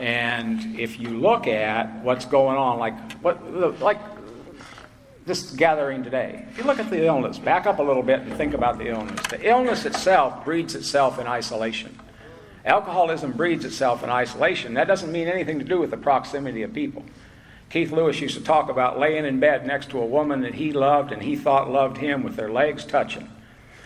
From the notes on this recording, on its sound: At Spring Into Action 2021. At the Spring Into Action Conference in Sanford NC.